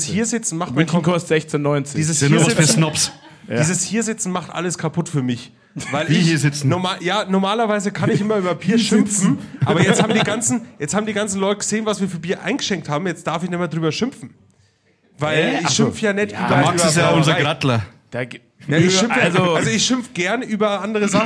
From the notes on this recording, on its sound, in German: Special LIVE Podcast im Afterwork. Das Ganze mit Bier und Mikro in der Hand. Anderes Setting, zu später Stunde und vor Publikum.